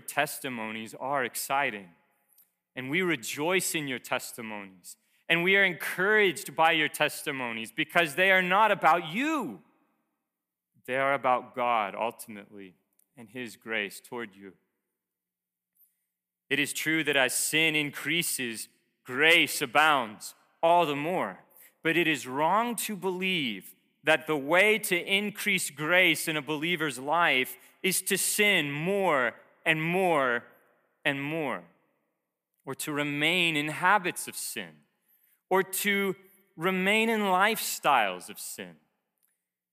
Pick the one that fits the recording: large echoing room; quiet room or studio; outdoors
large echoing room